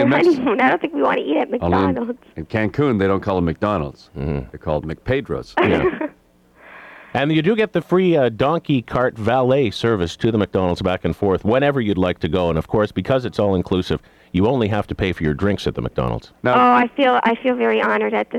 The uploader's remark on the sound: prank phone call